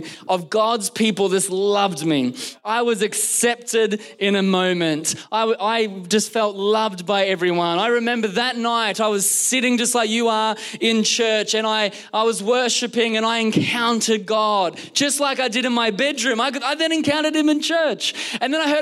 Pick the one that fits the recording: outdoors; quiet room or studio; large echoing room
large echoing room